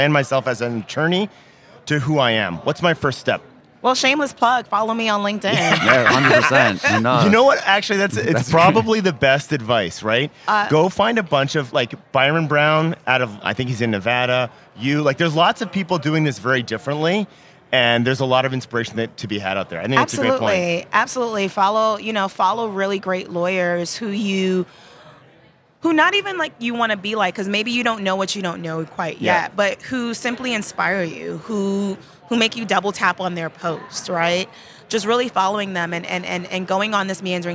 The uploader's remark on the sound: live from ABA Techshow